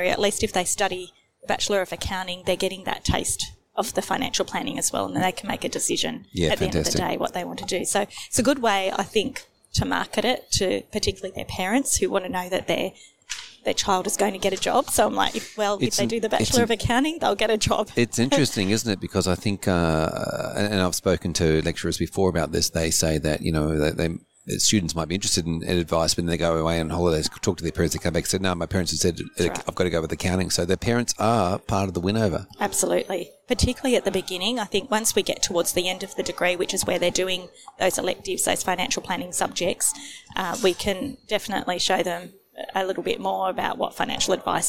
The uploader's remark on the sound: Recorded live at FAAA Congress 2023.